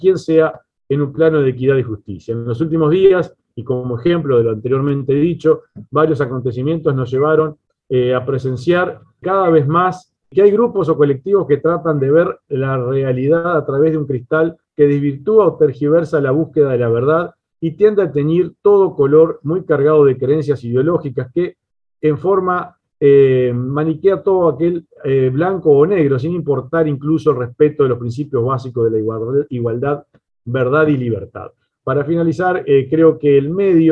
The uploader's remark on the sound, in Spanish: Mesa Redonda Virtual